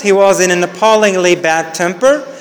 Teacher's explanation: So pa is the first stressed syllable. So pa-ling-ly, these three syllables are the head. · Bad is the tonic syllable or nucleus.